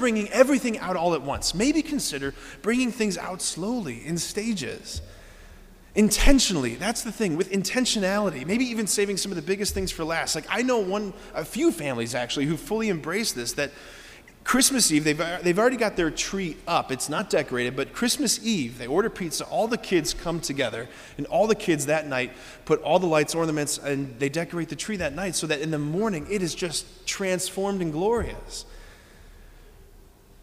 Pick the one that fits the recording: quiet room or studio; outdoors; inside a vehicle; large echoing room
large echoing room